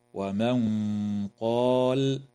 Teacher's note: وتخفى النون الساكنة عند القاف مع الغنة مفخمة